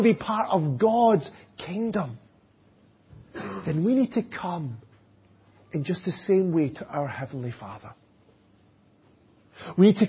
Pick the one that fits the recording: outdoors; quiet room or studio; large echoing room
large echoing room